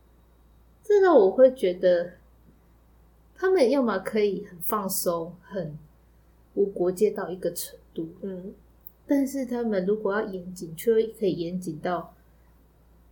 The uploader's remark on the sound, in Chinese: 這集有較多雜音